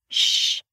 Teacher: For the sh sound, the tongue is up and the air comes out. And it's just air.